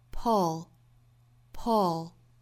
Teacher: 这些呢都是发 o 的发音，不要发成了它对应的那个紧张的那个长音的 u 的音啊